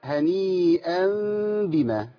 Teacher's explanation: والتنوين هنا مخفى عند الباء